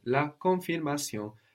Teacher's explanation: not pronouncing that N kind of keeps the vowel in a different place in the mouth, which is much more French. So also, we will notice we will pronounce more French vowels if we don't pronounce those N's.